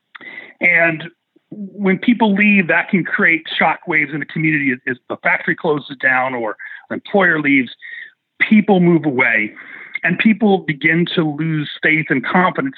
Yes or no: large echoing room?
no